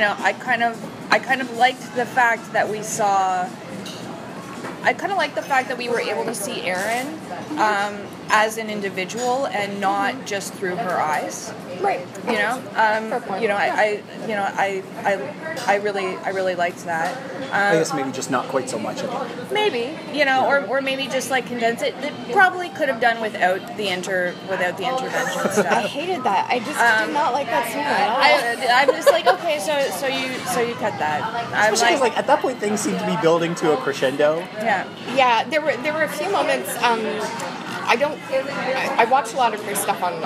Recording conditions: background noise